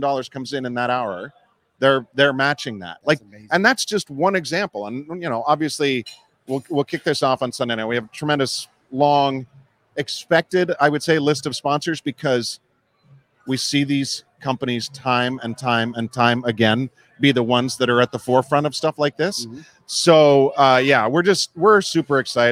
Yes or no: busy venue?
yes